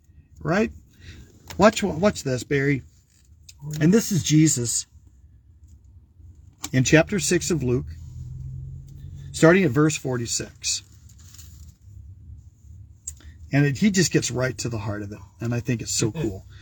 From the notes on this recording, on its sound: Brown Bag In The Van!